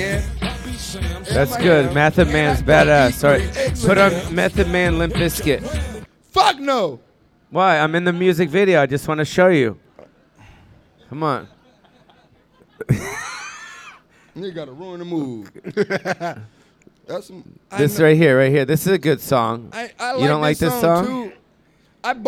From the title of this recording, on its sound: Jam in the Van